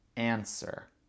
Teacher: Et ici, le W n'est pas prononcé.